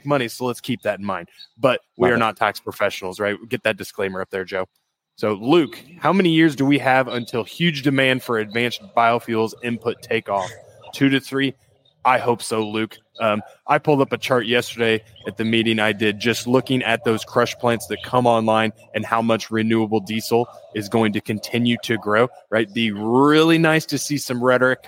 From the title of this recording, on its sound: Live from Commodity Classic